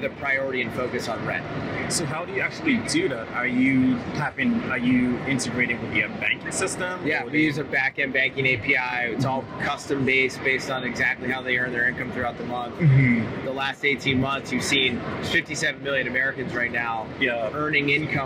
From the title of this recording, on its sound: LIVE AT NAA